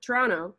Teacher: when we say Toronto, we don't say the last T, but other people would argue that you should be pronouncing that last T in Toronto.